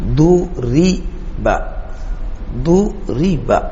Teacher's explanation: ضممت الأول وهو الضاد وكسرت الراء الذي قبل الأخير، قبل الأخير الباء، فصار ضربا.